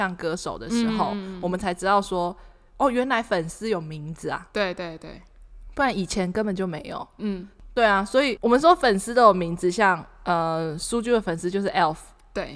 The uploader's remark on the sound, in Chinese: 我們換了一個大空間錄音導致收音狀況會有較大回音，敬請見諒